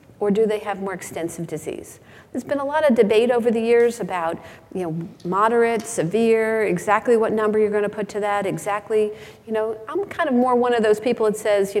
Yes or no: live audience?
yes